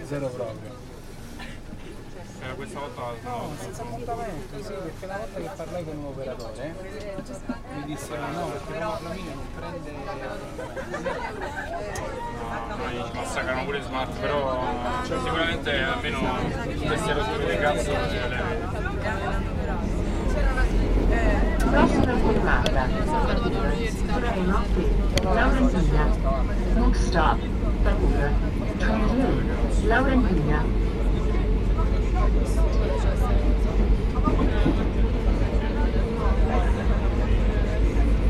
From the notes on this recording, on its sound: A metro journey beneath the streets of Rome from the Termini station to Circo Massimo, with announcements, train noise, doors opening and closing and lots of Roman conversations. Recorded by Cities and Memory.